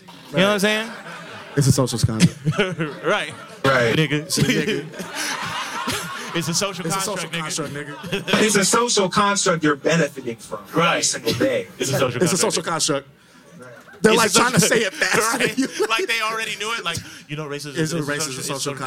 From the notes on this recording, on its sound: In Jaded Forum's debut LIVE episode. JADED FORUM is a series of private conversations, public discussions, live performances, and parties based in New York City.